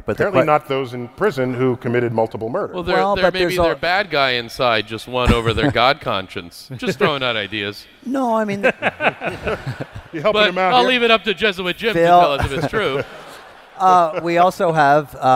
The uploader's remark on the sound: Recorded live at Kings Theatre in Brooklyn, NY.